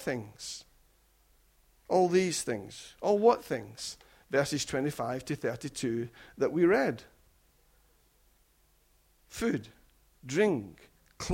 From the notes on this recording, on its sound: Recorded at freedomcentre church, Preston